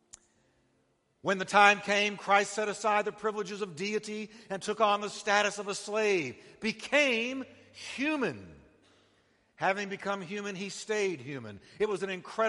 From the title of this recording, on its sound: Christmas Eve Service